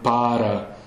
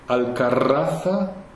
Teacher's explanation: flipped R's when it's single and rolled R's when it's double